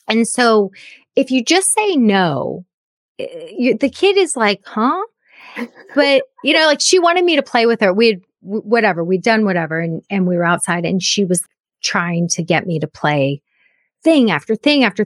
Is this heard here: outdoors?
no